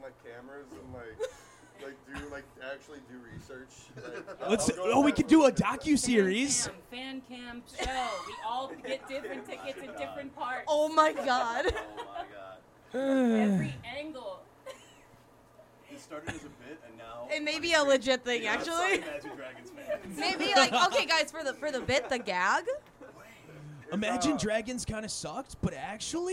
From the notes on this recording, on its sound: from a LIVE recording